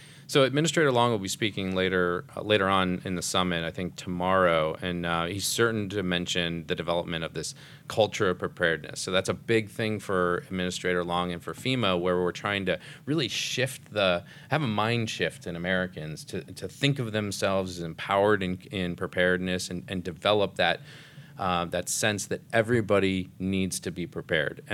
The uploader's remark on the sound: Roundtable Discussion Live At The Youth Preparedness Council Summit